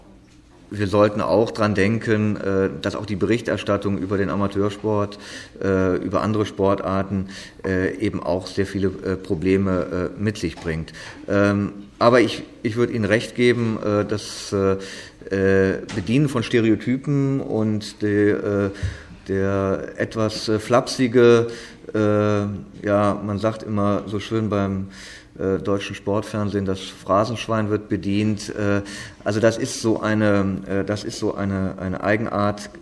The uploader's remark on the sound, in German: Treffem von über 30 Journalisten und Journalistinnen aus den unterschiedlichsten Medien. In Berlin. Die Podiumsdiskussion zur Eröffnung des Treffens.